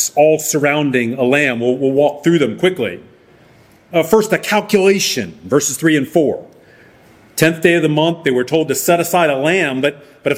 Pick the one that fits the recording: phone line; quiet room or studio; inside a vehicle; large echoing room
large echoing room